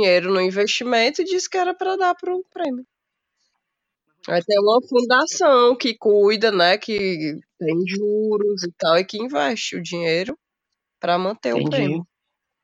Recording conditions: drop-outs